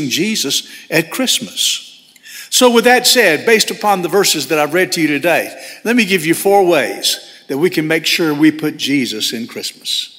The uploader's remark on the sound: First Baptist Church Hendersonville, NC.